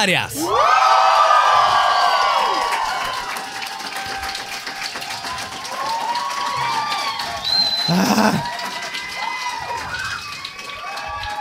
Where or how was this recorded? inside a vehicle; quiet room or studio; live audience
live audience